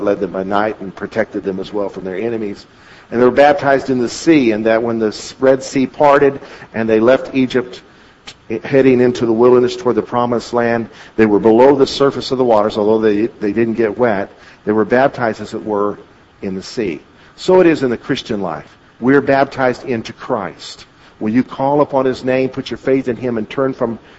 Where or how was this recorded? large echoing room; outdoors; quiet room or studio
large echoing room